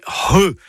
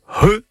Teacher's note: C'est un gros H aspiré.